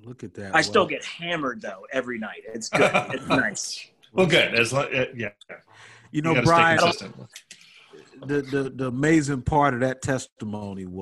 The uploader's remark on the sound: connect via ZOOM for the first time